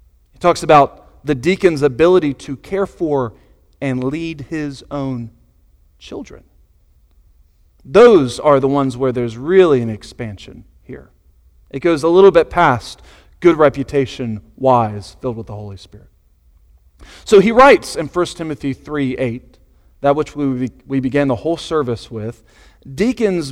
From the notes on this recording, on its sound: Sunday Morning Sermon Audio